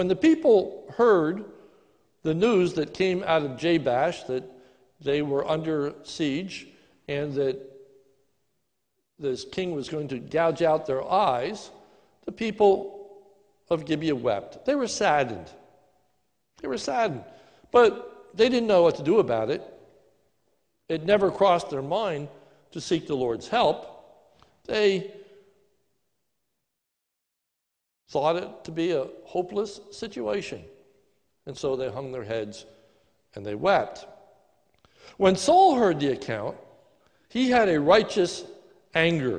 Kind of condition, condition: setting, large echoing room